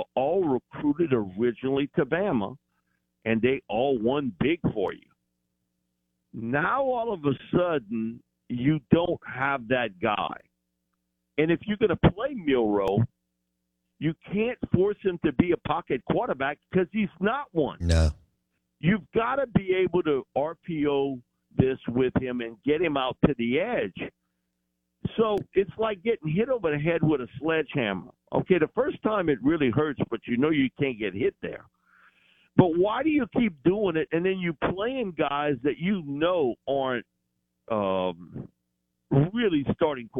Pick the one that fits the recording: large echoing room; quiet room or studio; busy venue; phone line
phone line